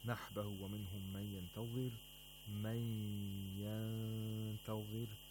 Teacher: We have idgham of nun sakina, and we also have ikhfa of nun sakina. Now, as you can see, both have nasalization. Both have ghunnah.